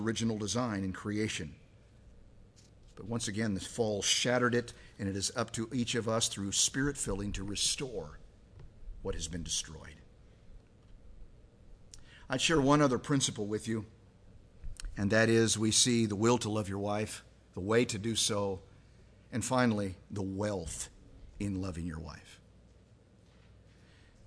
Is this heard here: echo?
no